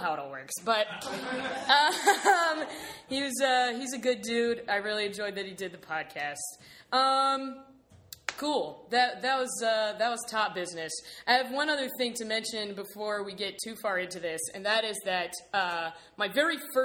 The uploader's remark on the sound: Getting laughs from a live audience and being flanked by some other incredible past guests along the way.